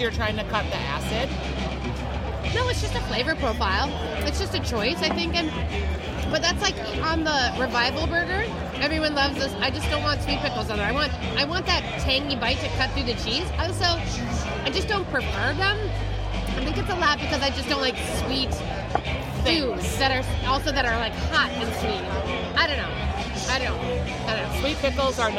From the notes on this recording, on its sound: The ladies hang out at Surly Brewing